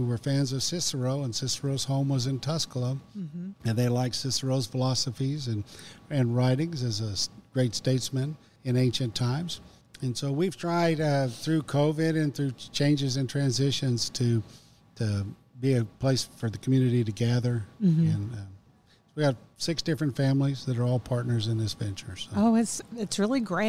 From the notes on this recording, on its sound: Recorded at Tusculum Brewing Company